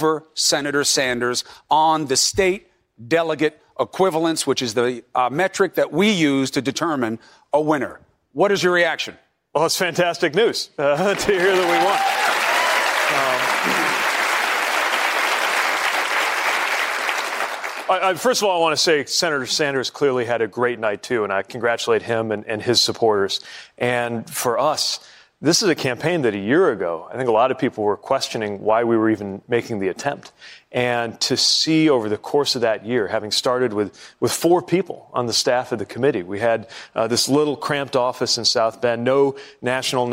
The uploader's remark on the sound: during a live town hall